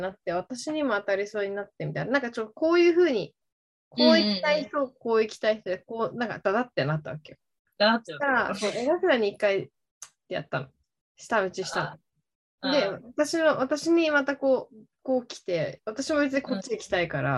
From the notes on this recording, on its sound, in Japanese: 東京と富山でzoomにて収録。